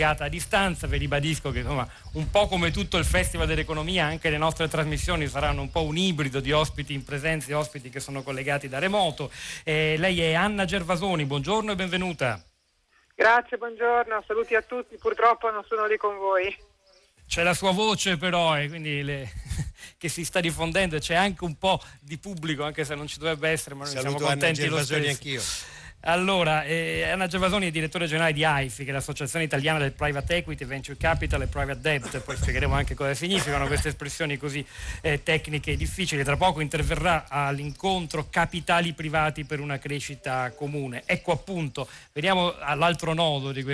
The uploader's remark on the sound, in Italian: Prima diretta dal Festival dell&#39;Economia di Trento